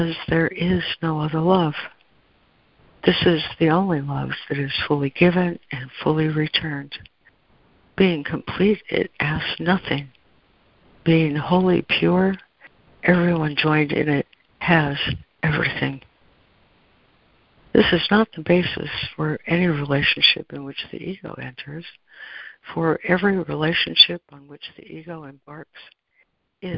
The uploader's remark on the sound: ACIM Daily Conference Call.